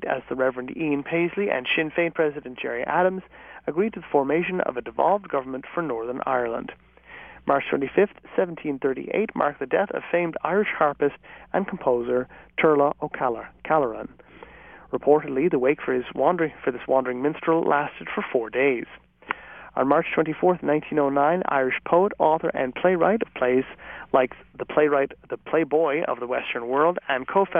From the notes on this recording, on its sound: Lads back in studio. The Rose of Tralee contestants call in from PJ O'Brien's on interview day.